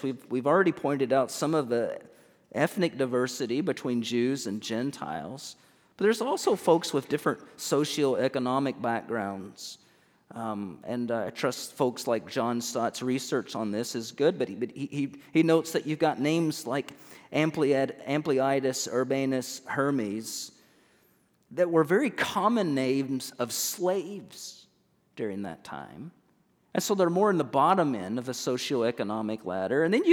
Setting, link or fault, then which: setting, large echoing room